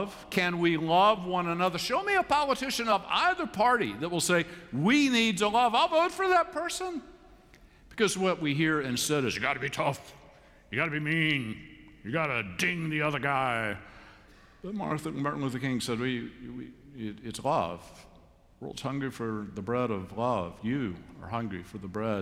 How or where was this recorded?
large echoing room